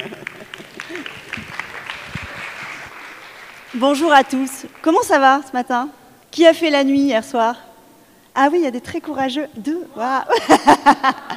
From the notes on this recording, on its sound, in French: Le premier épisode live avec du public de Tous Danseurs. Le souffle du public. L’écho du foyer de la danse de Chaillot.